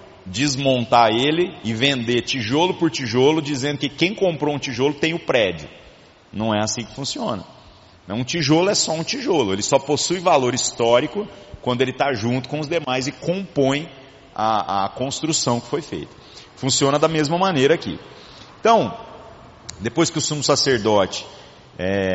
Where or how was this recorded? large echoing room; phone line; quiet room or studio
large echoing room